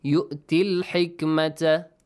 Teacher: So the rule says that if you have a long vowel, either it's an alif mat or waw mat or ya mat plus hamzatul wasl, you skip hamzatul wasl plus ya mat. Change the ya mat or the long vowel to a short vowel.